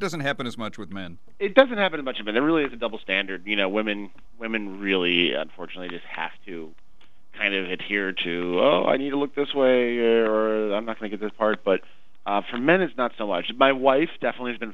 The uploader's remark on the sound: called in to discuss